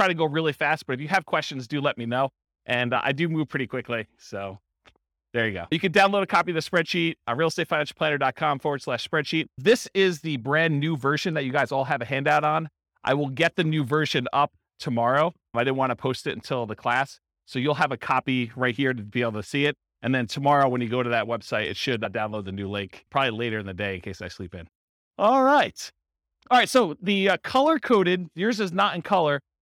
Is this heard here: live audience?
yes